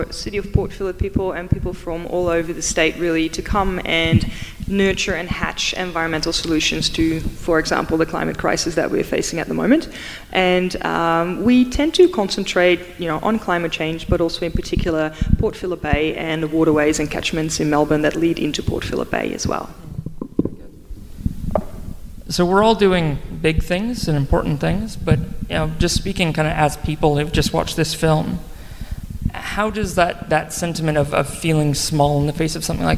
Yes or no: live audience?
yes